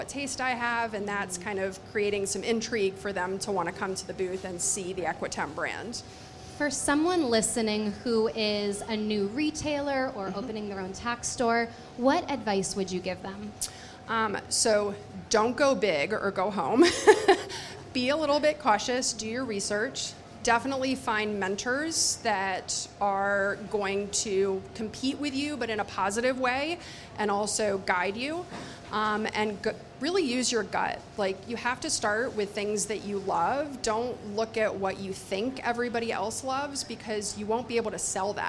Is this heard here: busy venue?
yes